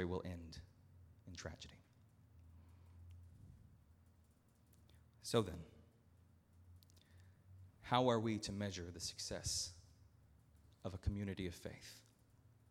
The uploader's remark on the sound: At Northminster Church on July 21, 2019.